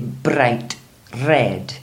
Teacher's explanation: So we do roll the R's a little. Mm. We don't do it an awful lot.